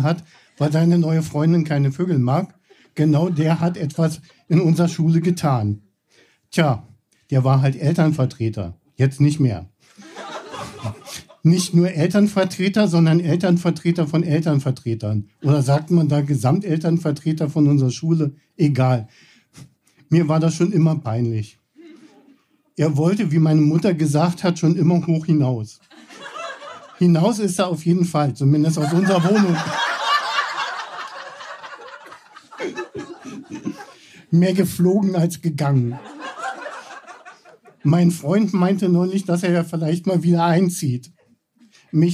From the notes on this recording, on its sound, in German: Von unserer Show vom 23.04.2023 im Berliner Monarch. Heißen Dank an den Monarch, unser tolles Publikum.